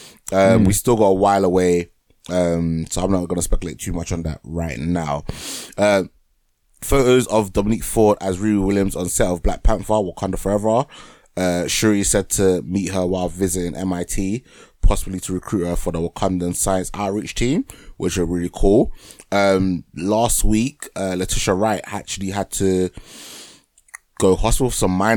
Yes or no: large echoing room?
no